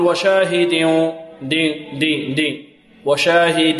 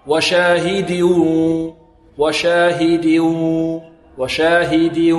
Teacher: الدال هنا بدون غنة، دال مكسورة · Shown in: second take